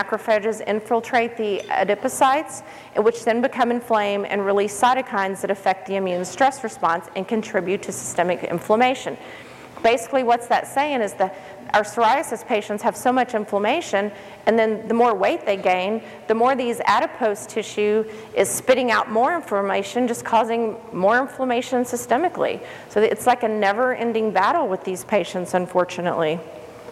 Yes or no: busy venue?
yes